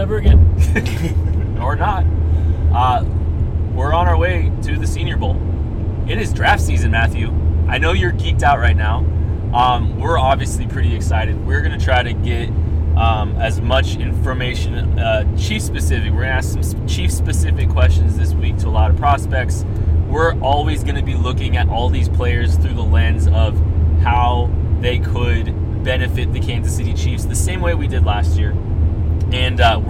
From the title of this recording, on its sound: From the car!